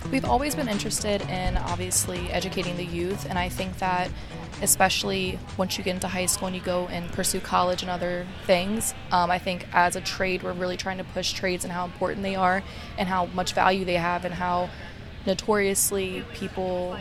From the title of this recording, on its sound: Live at the 2023 Mission Tomorrow Event